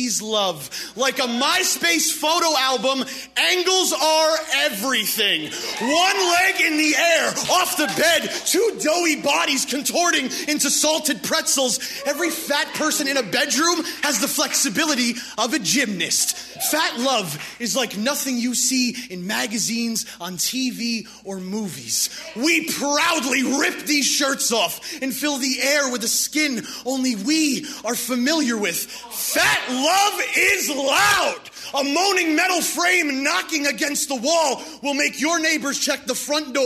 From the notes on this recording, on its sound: In the Cheap Seats in Oakland California at the 26th Annual National Poetry Slam, a competition event where poets performance original work to a live audience.